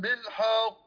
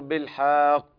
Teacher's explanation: صار في مد بين الحاء والقاف · Shown in: second take